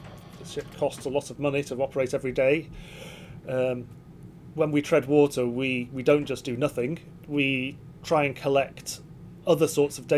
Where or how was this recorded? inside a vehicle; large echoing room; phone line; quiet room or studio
inside a vehicle